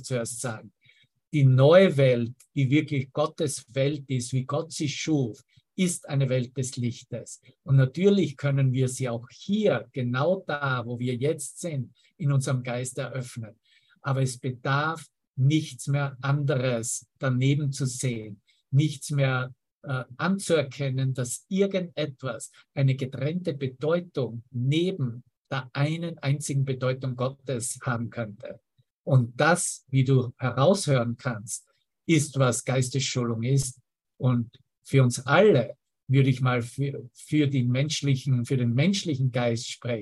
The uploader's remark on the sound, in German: Zoom-Session. Veranstaltet von der Aleph Akademie.